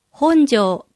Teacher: ほにアクセントを置いて本庄と発音することが多いです